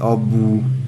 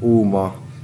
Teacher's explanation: Már itt is jelentkezik egy az egész déli területre jellemző sajátság, mely szerint az L nem hangzik, és megnyújtja az előtte lévő magánhangzót · Term: L kieséses formák